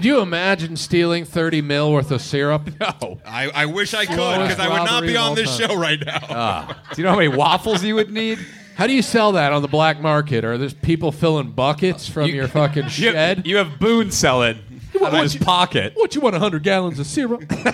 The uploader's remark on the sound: LIVE Train Wreck In The Belly Room. By The World Famous Comedy Store.